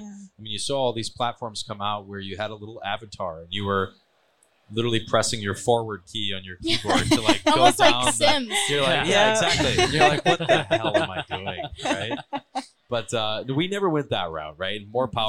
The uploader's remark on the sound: Recorded at MJUnpacked NYC.